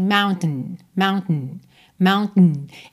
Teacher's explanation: Existem algumas pronúncias que, na verdade, passam do T direto pro N.